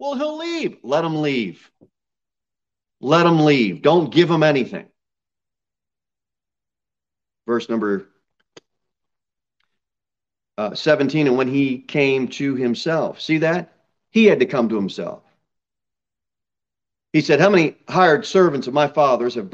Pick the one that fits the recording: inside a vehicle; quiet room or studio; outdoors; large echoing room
large echoing room